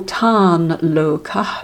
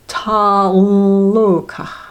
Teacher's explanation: a halanta na before a halanta la is replaced by a nasalized la · Shown in: second take · so a l. So for example, tan lokah becomes ta lokah.